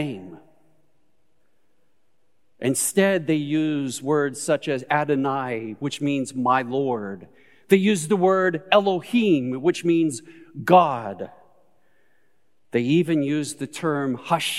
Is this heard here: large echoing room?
yes